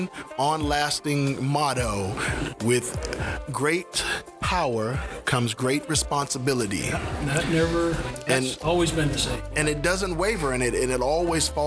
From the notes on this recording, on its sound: We have a series of Podcasts taped from the recent AWESOME SpoCon in Spokane Washington